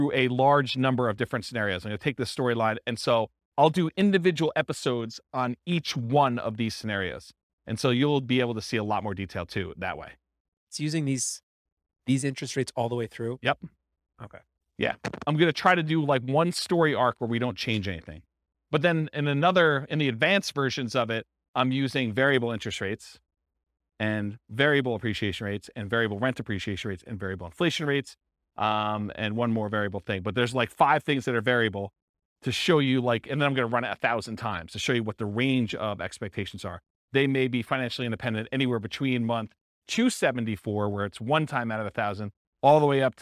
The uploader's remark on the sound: This was a live class recorded